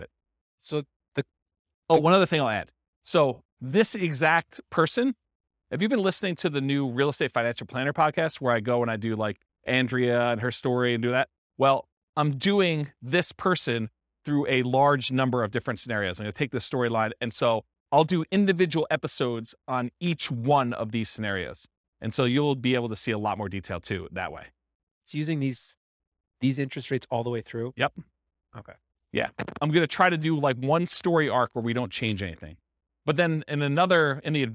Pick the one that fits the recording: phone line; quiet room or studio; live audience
live audience